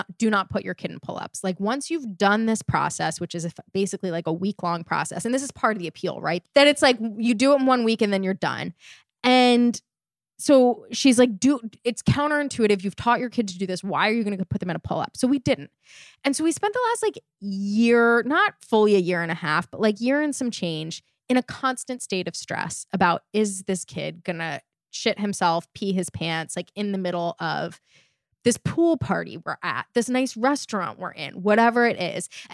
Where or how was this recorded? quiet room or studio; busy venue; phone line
quiet room or studio